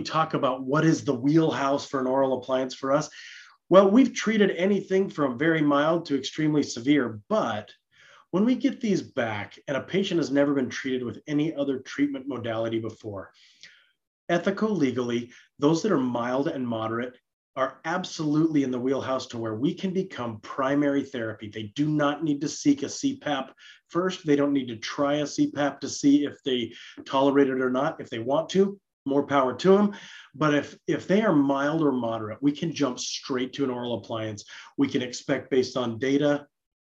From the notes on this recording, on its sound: This live interactive webinar.